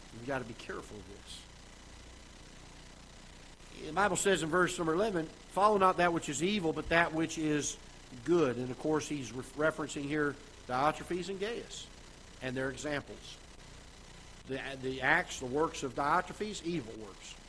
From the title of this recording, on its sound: Ketha Heights Baptist Church ~ Live Broadcast